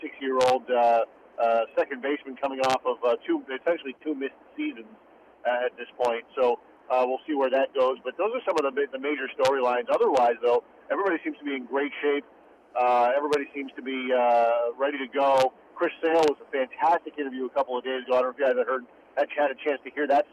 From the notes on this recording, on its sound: calls